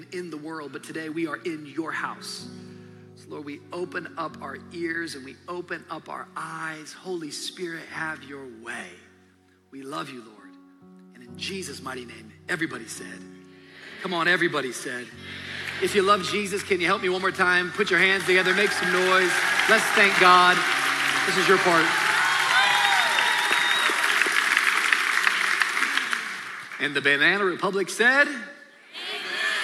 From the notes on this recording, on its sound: Shares live from Anniversary Sunday in this special message, Fresh Start.